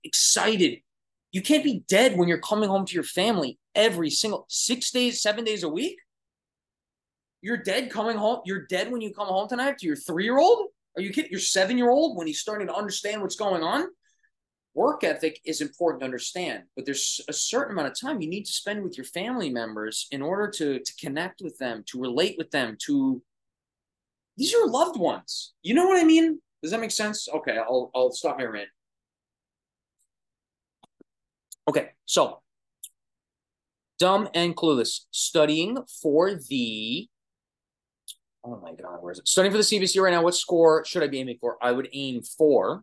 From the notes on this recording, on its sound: These are clips from Instagram LIVE Q&A sessions, Tik Toks & Reels, and zoom events